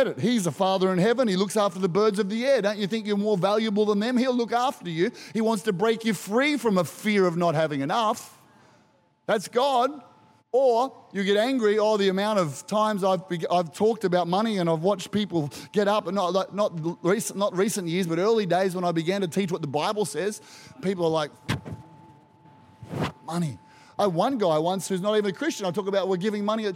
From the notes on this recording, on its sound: Recorded during our 9am service on Sunday, the 11th of June 2023